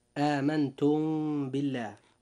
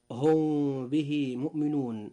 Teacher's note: وإذا جاء حرف الباء بعد الميم الساكنة الخالية من الحركة كما ترونها، فيجب أن يكون هناك إخفاء شفوي عند النطق